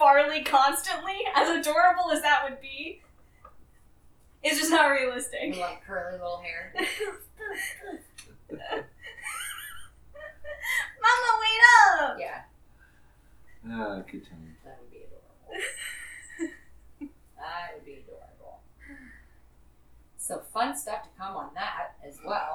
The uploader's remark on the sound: We apologize for the sound on the episode. We have some electrical interference that we are working out.